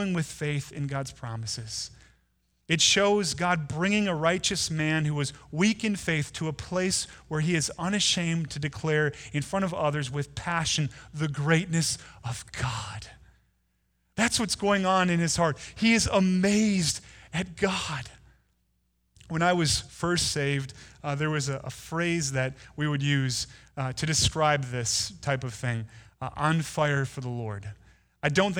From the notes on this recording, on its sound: Delivered on Sunday, December 1, 2019 at Woodridge Community Church (New Berlin, WI).